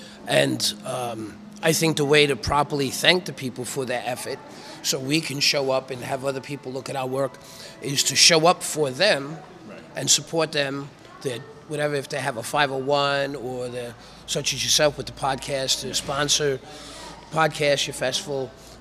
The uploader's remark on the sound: Live at the Death Parade Film Fest! Welcome to part two of our recording series that took place at the Death's Parade Film Fest in Red Bluff California.